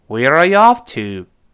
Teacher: 带而过啊。然后 off 是重读了，o ff 这个 off，这个 Where are you off 一直往上升，最后那个 to 降下来，因为特殊疑问句句末要降调 · 然后 off 是重读了，O F F 这个 off。这个 where are youoff？一直往上升，最后那个 to 降下来。因为特殊意愿句句末要降掉，跟老师体会一下这个，不光是口型啊，还有一，体会一下这个 intonation，就是这个音调的起伏。我们大声来一遍。Where are you offto？再来一遍。Where are